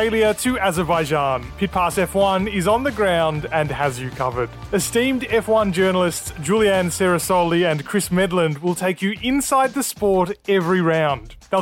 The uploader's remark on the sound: Live From Oakshade Raceway. We set up live at Oakshade Raceway before the Showdown Series event that wrapped up the 2023 race season.